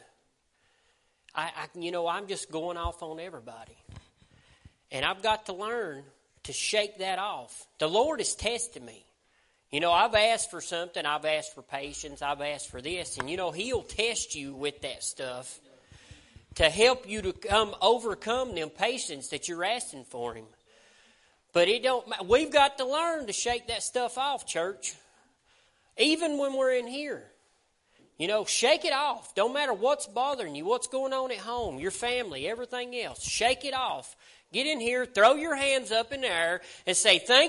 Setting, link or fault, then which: setting, large echoing room